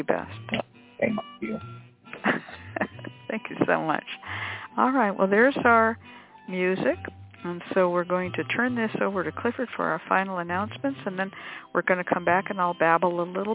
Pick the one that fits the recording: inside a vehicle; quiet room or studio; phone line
phone line